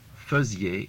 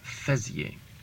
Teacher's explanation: Pay attention to the pronunciation of the stem. It's a schwa sound, not an open E sound. · Shown in: first take